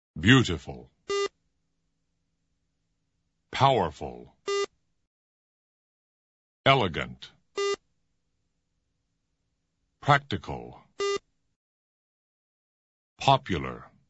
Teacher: Adjectives that have at least three syllables. The adjectives you hear first are all stressed on the first syllable.